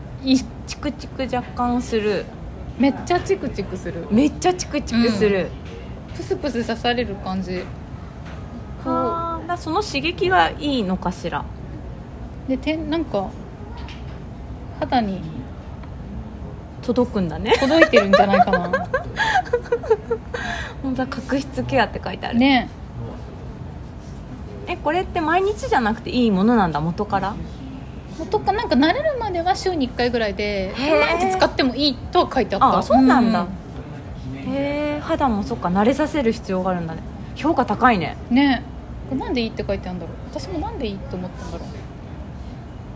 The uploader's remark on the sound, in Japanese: カフェでの録音なので環境音たっぷりでお届けします